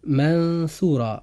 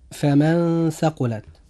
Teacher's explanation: نجد أن نطقنا لحرف النون جاء فيه إخفاء حقيقي منطوقا بشكل متوسط بين الإظهار والإدغام